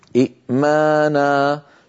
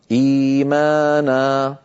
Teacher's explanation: تبدل الهمزة الثانية ياء فتصير أيها الإخوة إيمانا. هذا هو مد البدل، وهذا هو سبب تسميته.